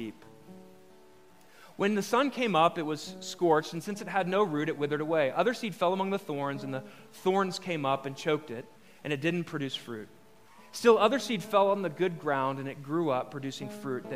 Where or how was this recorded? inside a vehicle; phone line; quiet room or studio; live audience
live audience